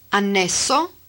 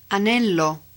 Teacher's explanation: Tense consonants. Compare the Italian tense annesso versus slack.